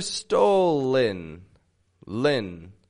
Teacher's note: There's a vowel sound after the L. · Term: light L